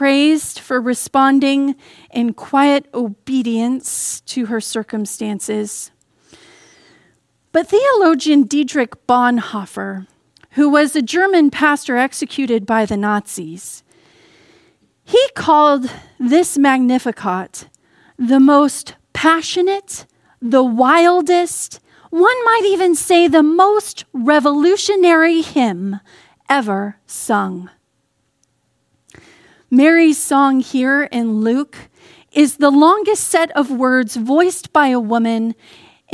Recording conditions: large echoing room